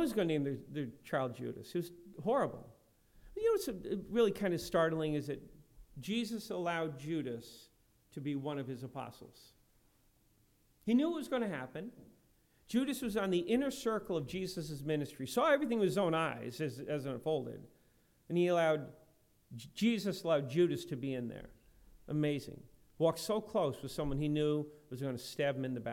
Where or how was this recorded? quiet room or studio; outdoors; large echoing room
large echoing room